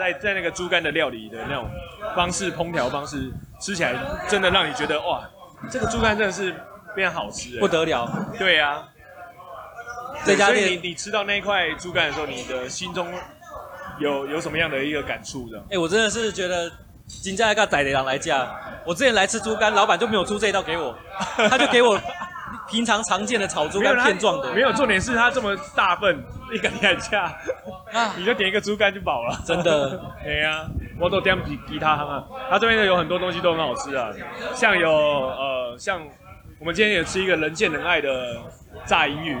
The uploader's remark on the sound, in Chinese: 錄音地點：阿添海產。錄音設備：Superlux TM58S + Maker hart Just MIC IV。